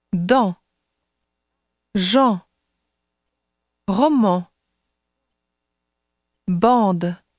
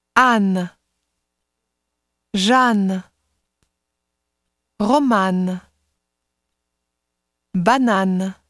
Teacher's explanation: Faites bien le contraste entre les voyelles nasales et les voyelles non nasales